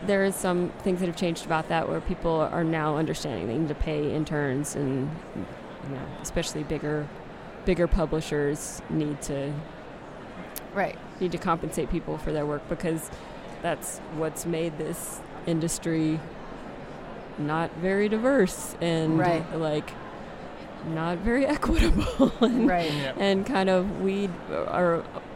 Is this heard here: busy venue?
yes